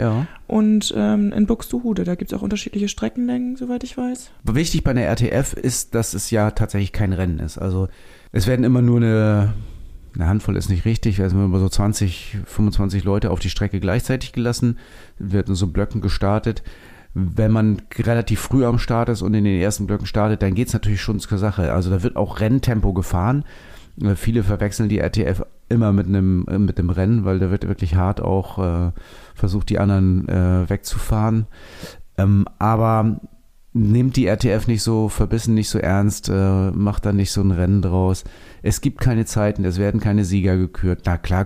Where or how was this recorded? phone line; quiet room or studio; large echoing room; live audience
quiet room or studio